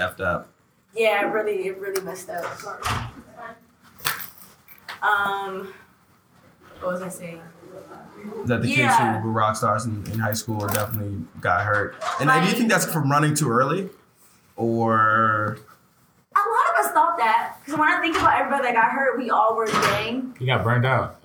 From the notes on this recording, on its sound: Live from the Gaylord Hotel. We found a space in an unlikely setting. During a busy evening during Katsucon. We were live on location of the convention with all types of characters around us.